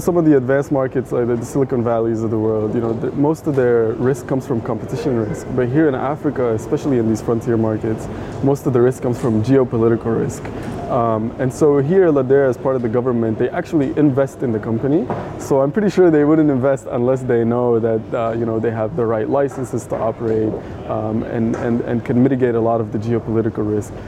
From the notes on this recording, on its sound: To kick off this season, I’m going to take us back to Dakar, to the beautiful conference space at hotel Terrou bi where we hosted our latest West African Summit. Throughout the conference I chatted various stakeholders in our ecosystem.